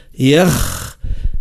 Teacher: الخاء زاد فيه رخاوة، صفة رو، هذه صفة عندها قيمة، معناها رخوي بمعنى الحرف، يجري صوته معناه يجري، يلزم يجري له صوته من غير مبالغة.